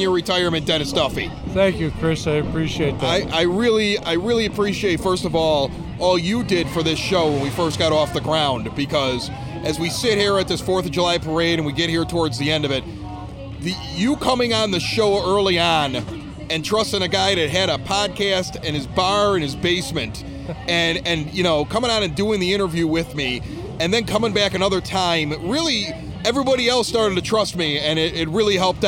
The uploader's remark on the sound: Recorded at this year's Evergreen Park Independence Day Parade! The Evergreen Park Community High School Marching Band.